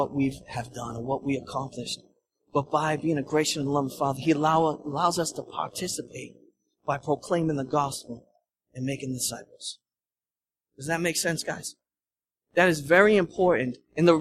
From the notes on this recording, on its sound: at Restoration Road Church in Wakefield, Massachusetts